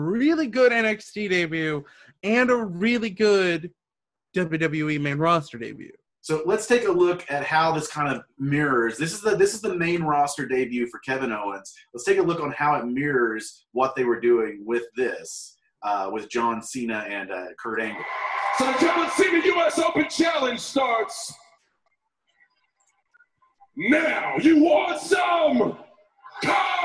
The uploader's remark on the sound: Well Zoom lets us down a little on the audio within the episode